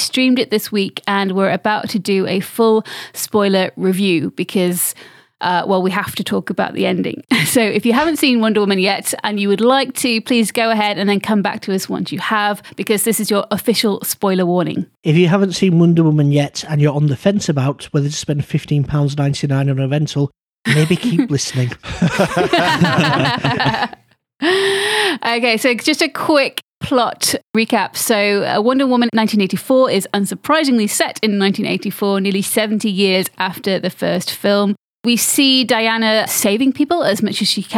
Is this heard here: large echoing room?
no